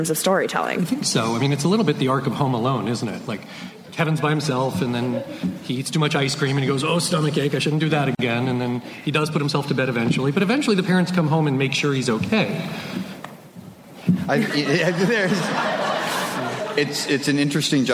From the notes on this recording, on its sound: At the Nerdist TV: The Boundary Pushers panel. Recorded at San Diego Comic Con.